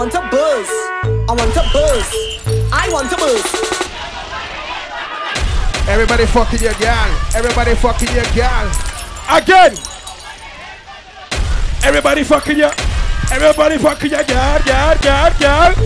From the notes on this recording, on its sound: LIVE AUDIO FROM FREE SOCA PARTY.